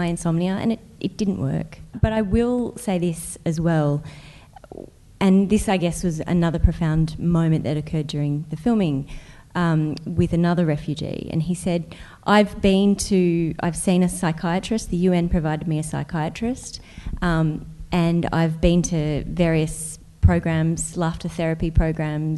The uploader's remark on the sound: PsychTalks Event. Thanks also to our event partner, Melbourne Knowledge Week. This podcast was recorded on Tuesday the 21st May at Hoyts Melbourne Central.